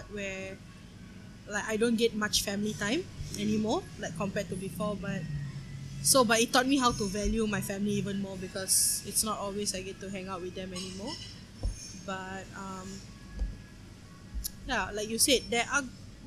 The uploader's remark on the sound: we went to a cafe and recorded this episode.